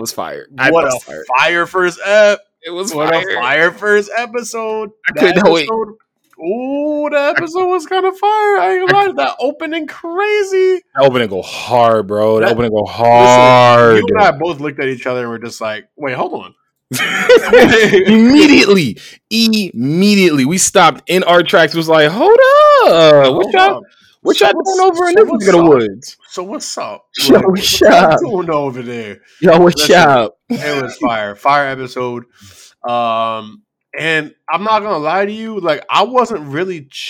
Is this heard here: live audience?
no